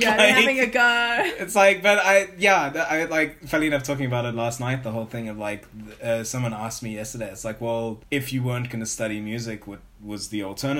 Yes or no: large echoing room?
no